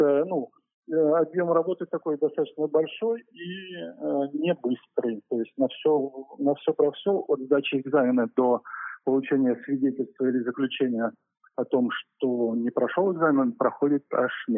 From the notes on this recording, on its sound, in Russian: присоединился к нашей беседе по телефону.